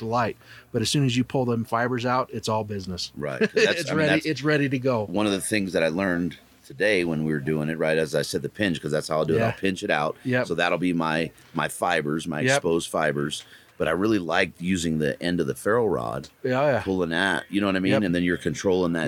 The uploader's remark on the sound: Mountain Archery Fest live episode. Live from Mountain Archery Fest at the Purgatory resort in Durango, Colorado.